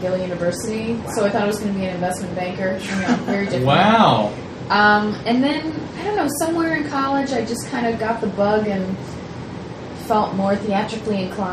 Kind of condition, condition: fault, background noise